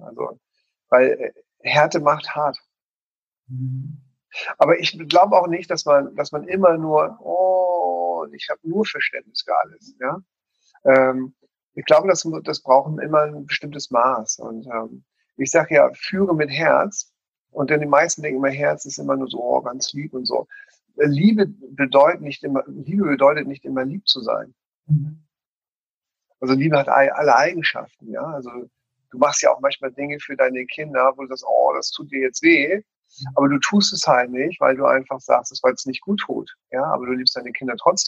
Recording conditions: video call